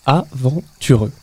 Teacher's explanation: on retrouve le son vent issu de la fricative labiale sonore v, suivi d'une consonne nasalisée